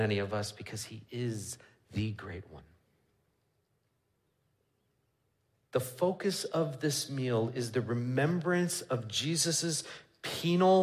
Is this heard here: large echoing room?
yes